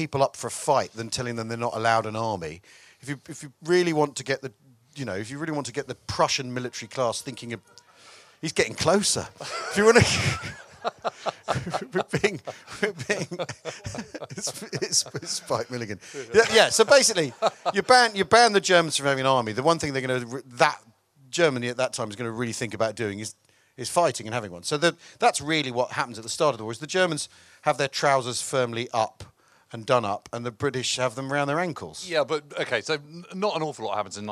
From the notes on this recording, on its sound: In a special live edition of the pod from Chalke Valley History Festival. While being heckled by a bugler.